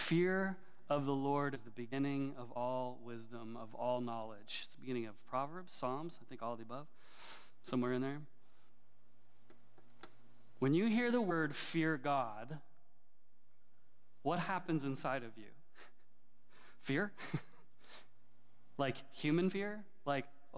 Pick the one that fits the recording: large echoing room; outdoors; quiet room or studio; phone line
large echoing room